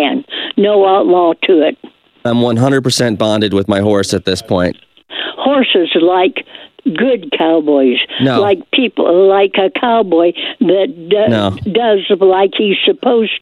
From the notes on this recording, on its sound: Phony Phone Call